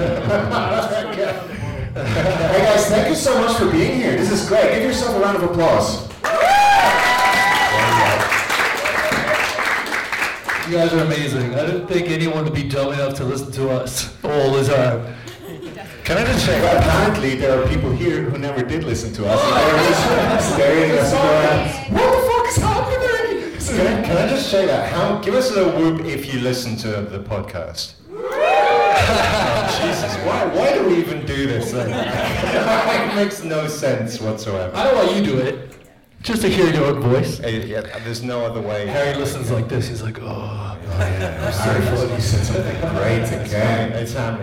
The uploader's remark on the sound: This was recorded live in front of an audience at our beloved ComedyHaus in Zurich. Fucked up the audio a bit so with some help from down-under this is now half way listenable (we think).